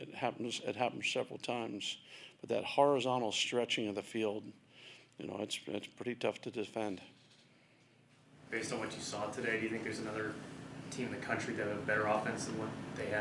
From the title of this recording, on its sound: Press Conferences & Post-Game Interviews